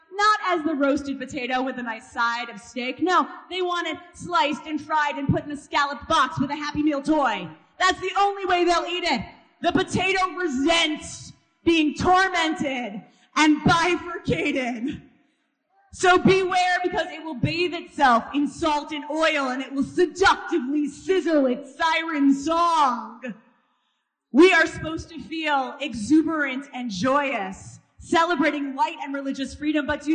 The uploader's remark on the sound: first heard on December 7, 2018 at Isaiah's Hanukkah Shabbat service